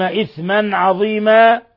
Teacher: تنوين فتح جاء بعده العين إظهار حلقي